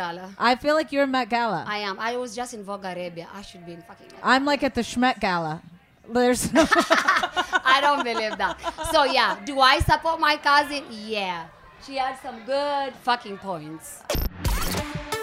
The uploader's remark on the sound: Live from BravoCon